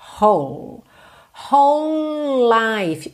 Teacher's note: Então, ó, W-H-O-L-E, whole. Whole life, eu junto tudo aqui, porque é como se eu tivesse dois L's ligados, já que o E do whole não é pronunciado, tá?